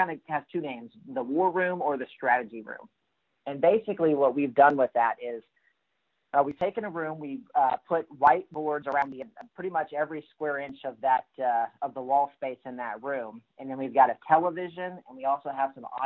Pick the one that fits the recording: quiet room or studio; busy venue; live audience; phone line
phone line